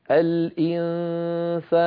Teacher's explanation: الغنة مرققة لأنه بعد السين